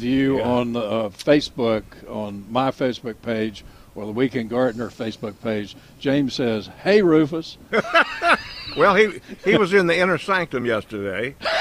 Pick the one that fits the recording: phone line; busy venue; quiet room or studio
busy venue